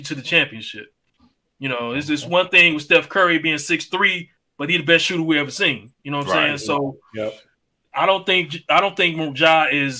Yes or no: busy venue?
no